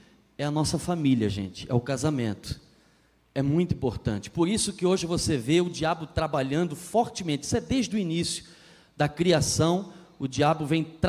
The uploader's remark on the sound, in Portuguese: na Igreja ABA Blumenau (Transmitido ao vivo)